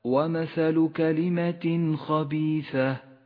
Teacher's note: جاء التنوين وبعده حرف الخاء، يظهر التنوين وما بعده من غير غنة أو تشديد · Term: حكم الإظهار